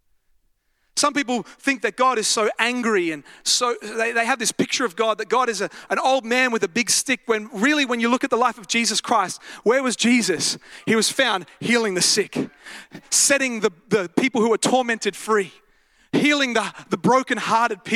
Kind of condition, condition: setting, large echoing room